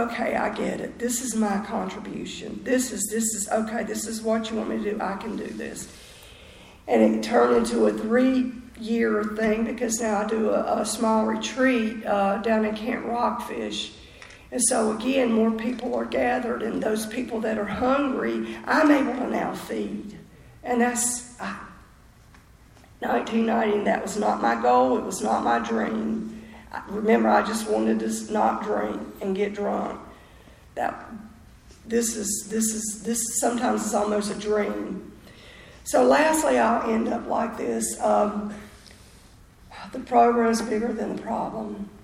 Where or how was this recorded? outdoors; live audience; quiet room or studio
live audience